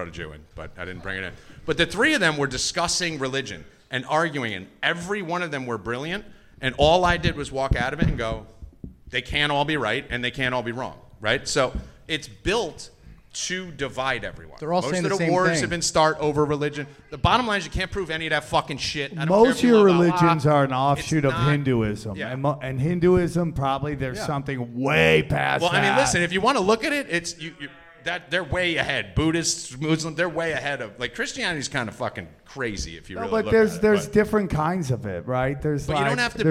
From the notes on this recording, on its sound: Recorded Live at the Dojo of Comedy in Morris Plains NJ.